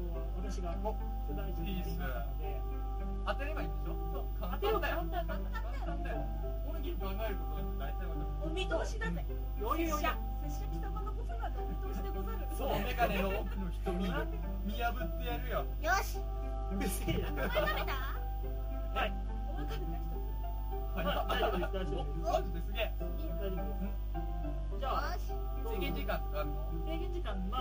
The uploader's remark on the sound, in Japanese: ノイズやらなんやら、クオリティが1回目より落ちてます。